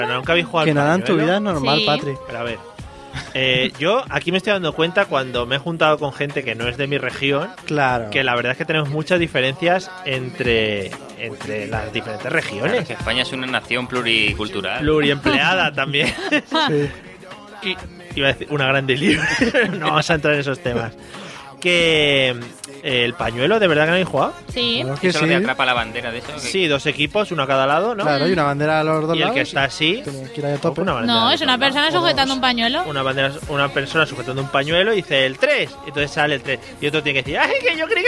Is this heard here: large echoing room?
no